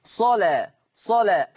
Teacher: اللام مفتوحة ومسبوقة بصاد مفتوحة. إذن حكم اللام التغليظ قولا واحدا